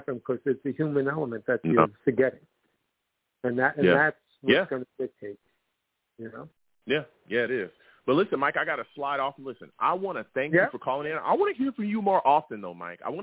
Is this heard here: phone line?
yes